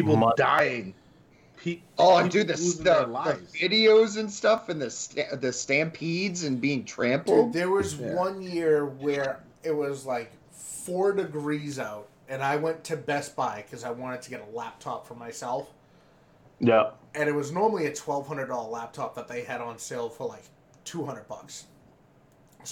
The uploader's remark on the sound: dealt with a lot of technical issues